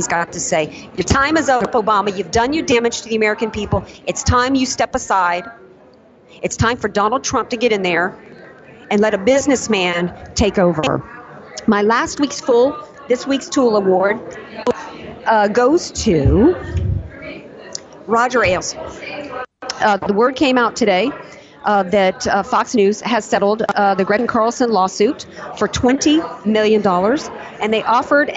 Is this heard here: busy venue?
yes